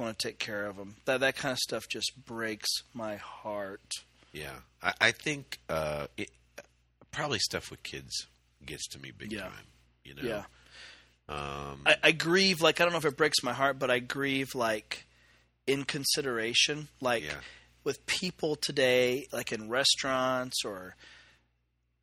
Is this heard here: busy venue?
no